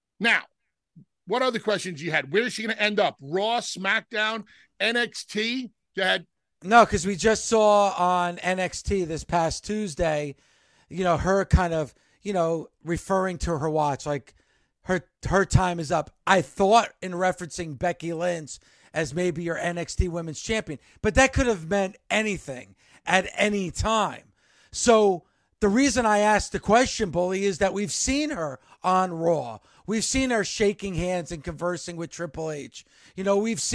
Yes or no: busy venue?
no